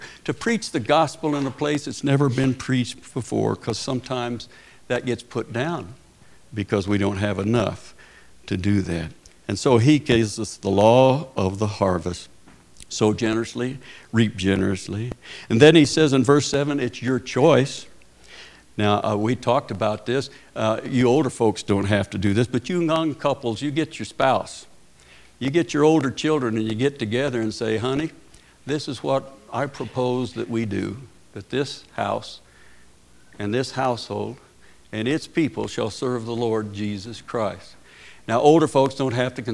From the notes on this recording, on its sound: Preached at Paradise Valley Christin Church.